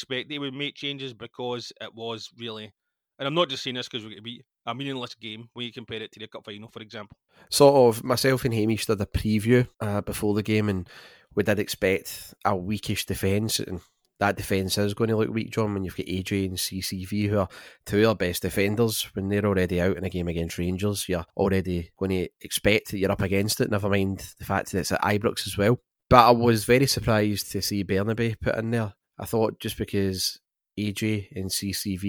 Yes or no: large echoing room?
no